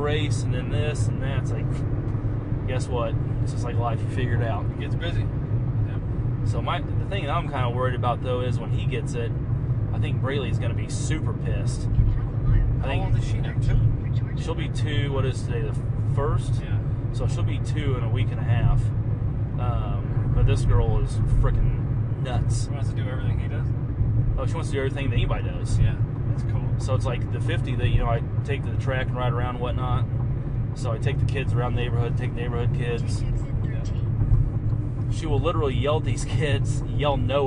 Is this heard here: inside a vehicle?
yes